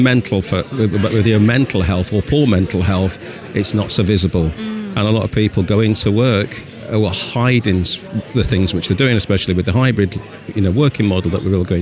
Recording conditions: busy venue